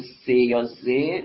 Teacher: موقعی تولید سی یا زه نوک زبان میاد کنار لثه بالا ولی کامل نمیبنده، یه نفوذی اونجا ایجاد میشه که از همونجا سی و زه تولید میشه.